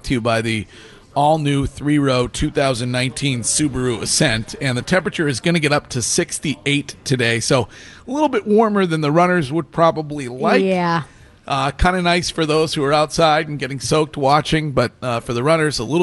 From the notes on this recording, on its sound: Broadcasting live from The Capital Grille